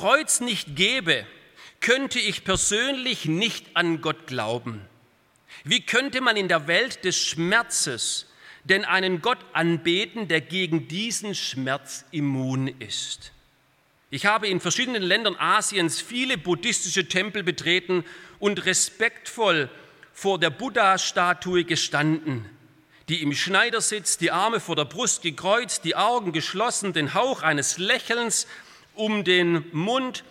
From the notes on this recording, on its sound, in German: Aus dem Gottesdienst der Liebenzeller Mission.